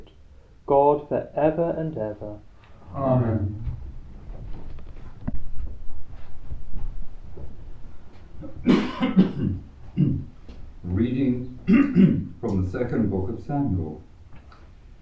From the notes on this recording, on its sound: The Community of St Gregory the Great sing the Gregorian Chant Mass. Recorded live at Southgate House on 30 January 2024.